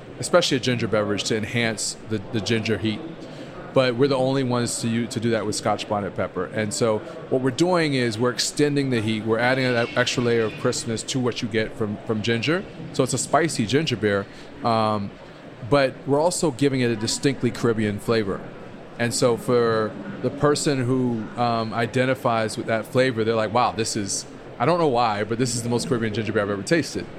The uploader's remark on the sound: On this episode of Spill & Dish, which was recorded at the Winter Fancy Food Show.